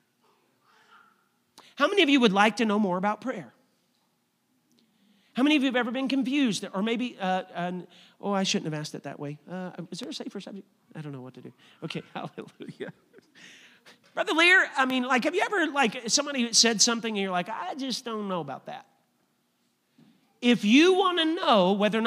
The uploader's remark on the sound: a service recording from Connect Point UPC